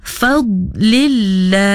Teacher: Di situ dad sukun, jangan dilepas, kena tahankan bunyinya.